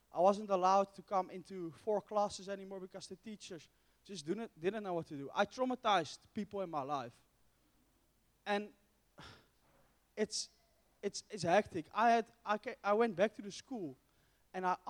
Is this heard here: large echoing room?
yes